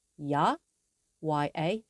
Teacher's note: tone two, going up